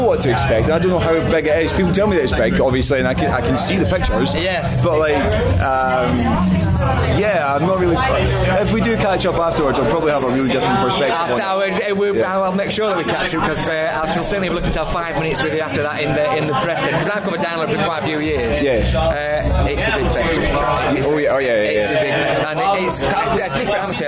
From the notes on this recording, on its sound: At Slam Dunk Festival - North 2018.